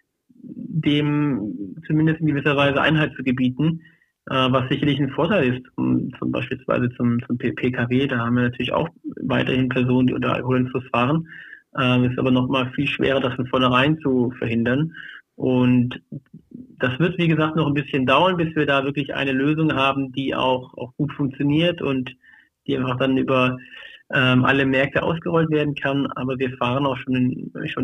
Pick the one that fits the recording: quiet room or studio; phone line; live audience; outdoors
phone line